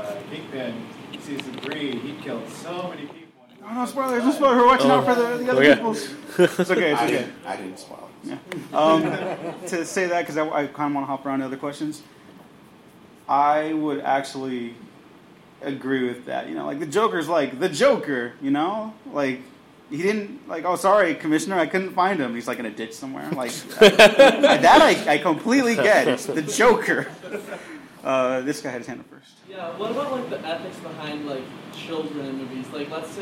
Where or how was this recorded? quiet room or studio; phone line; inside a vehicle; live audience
live audience